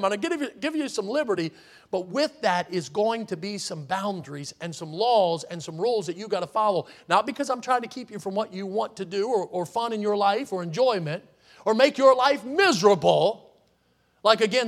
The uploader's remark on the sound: in the Sunday Morning Service on October 29, 2023, at Victory Baptist Church in Boonsboro, Maryland.